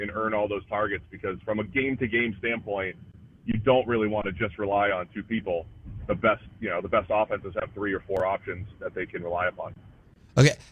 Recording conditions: phone line